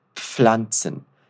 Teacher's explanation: Normalmente nós falamos o som da letra P no começo, mas ele é bem suave. Pflanzen. Repete comigo.